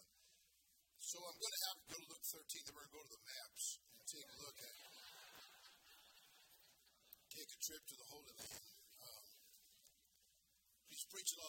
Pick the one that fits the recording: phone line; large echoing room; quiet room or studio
large echoing room